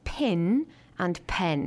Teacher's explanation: And I remember telling the actors that speakers in East Tennessee would use the same sound in the words pin and pen